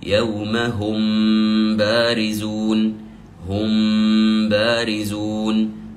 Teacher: الإخفاء الشفوي من اسمه، لأن مخرج الميم والباء من الشفة، من الشفتين